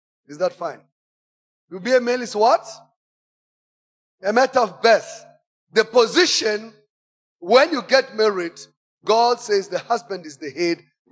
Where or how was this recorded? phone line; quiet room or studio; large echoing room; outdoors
large echoing room